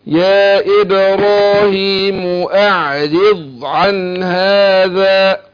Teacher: رقق الراء راح نفخم الضاد مع الاستطالة اللي فيها